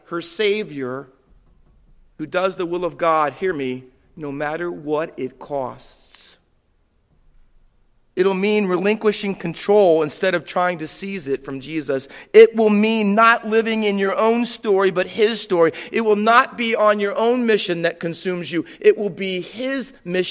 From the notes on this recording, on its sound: Faith Baptist Church in Hamilton, NJ.